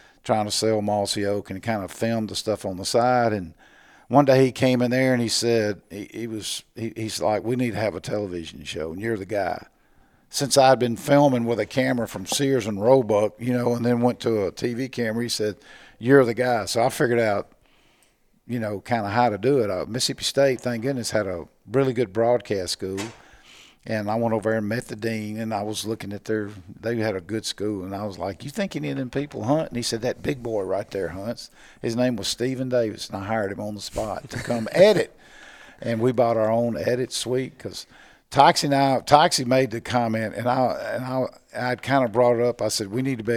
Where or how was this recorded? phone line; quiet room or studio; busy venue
busy venue